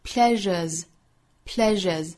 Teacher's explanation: pleasure 呢注意有一个难点，就是中间的这个 sure 的发音发 rr，这个音呢其实很像我们汉语之中日的这个音哈。Pleasure，但是在发的时候我们要注意唇形向前去嘟，摆成一个类似于长方形的口型。 Pleasure Pleasure 后面变复数加的这个 S 呢是浊辅音